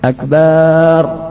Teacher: Yang ke-11 memanjangkan ba, akbar